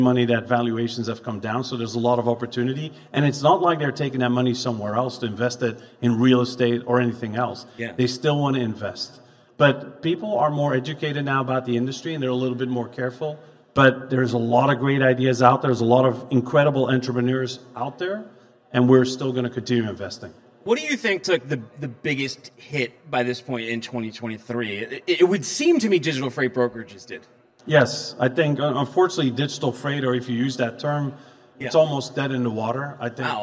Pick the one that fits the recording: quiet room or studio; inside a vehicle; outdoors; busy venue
busy venue